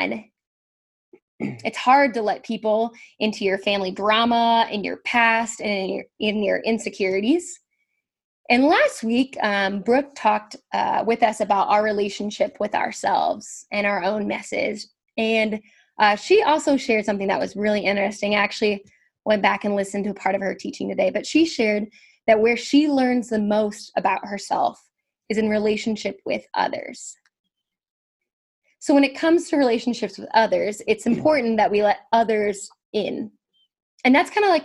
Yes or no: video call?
yes